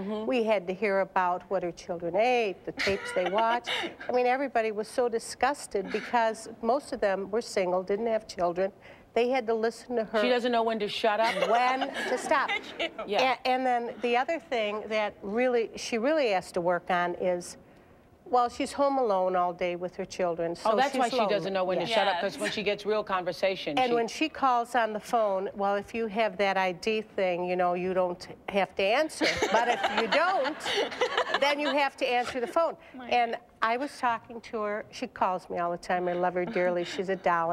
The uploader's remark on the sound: Talks to audience members about their biggest flaws.